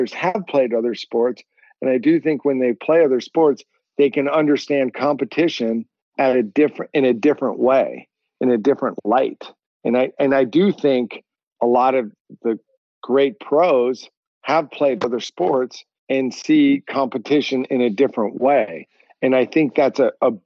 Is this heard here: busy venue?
no